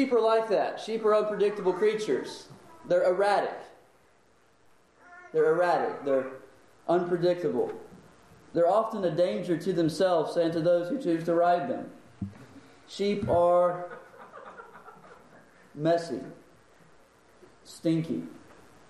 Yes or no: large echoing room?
yes